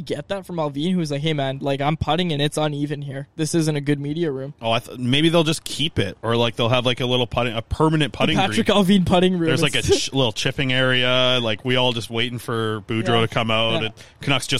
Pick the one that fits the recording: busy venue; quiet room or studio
busy venue